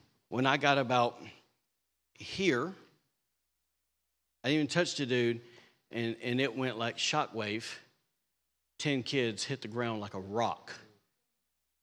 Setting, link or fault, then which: setting, large echoing room